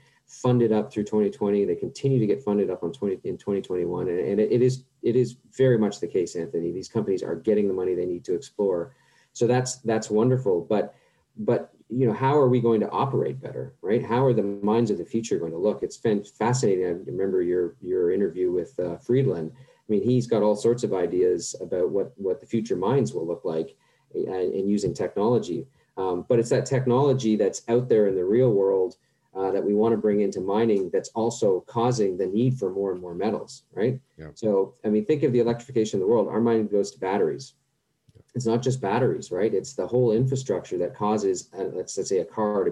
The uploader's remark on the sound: at the Global Mining Symposium online conference